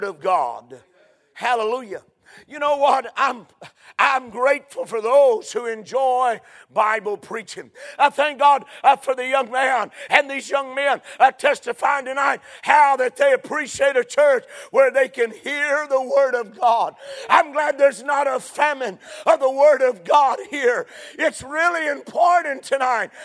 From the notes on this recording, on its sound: A sermon preached Sunday Evening, on May 28, 2023.